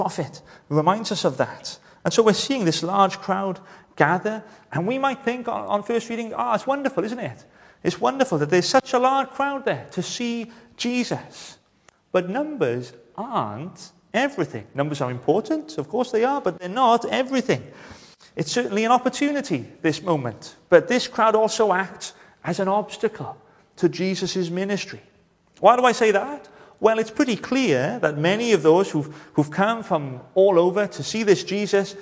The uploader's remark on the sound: Hello and welcome to Bethel Evangelical Church in Gorseinon and thank you for checking out this weeks sermon recordings